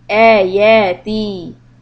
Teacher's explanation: ta has a ya attached, so that is two harakat